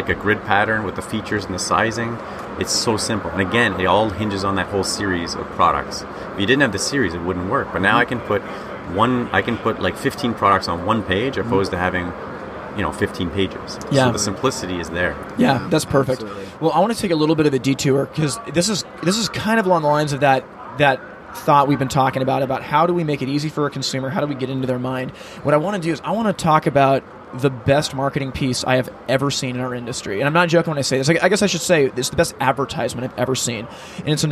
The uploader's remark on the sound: Live from HPB Expo 2019